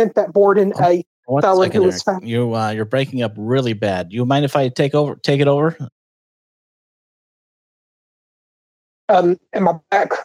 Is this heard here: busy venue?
no